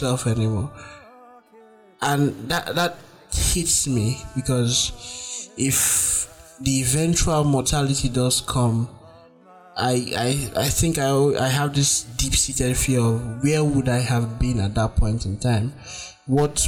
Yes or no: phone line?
no